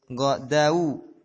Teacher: Da setelahnya wau mati. Godau, bunyi u, jangan o.